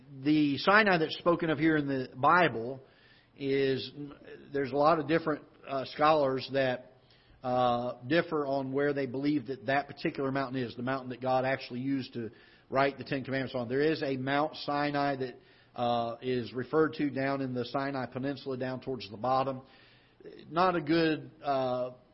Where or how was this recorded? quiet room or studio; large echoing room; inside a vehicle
large echoing room